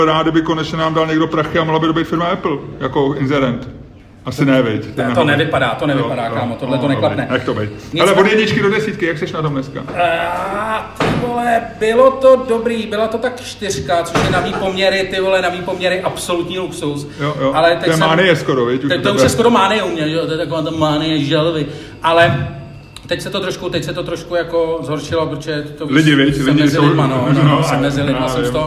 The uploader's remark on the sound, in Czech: SPECIÁL ŽIVĚ. Poprvé jsme totiž vysílali ŽIVĚ před publikem, a to ze smíchovské hospody Kwak.